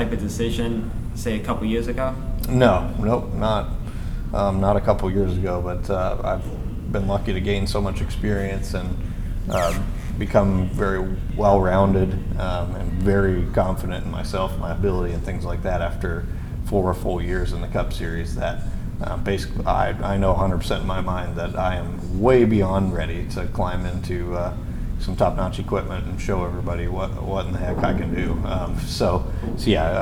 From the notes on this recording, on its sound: This was recorded at Indianapolis Motor Speedway's media center in a side area with only three other media members, and is the only audio copy of the interview known.